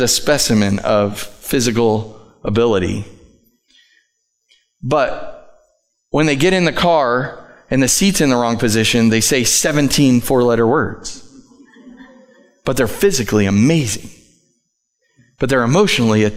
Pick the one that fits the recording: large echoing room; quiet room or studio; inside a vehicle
large echoing room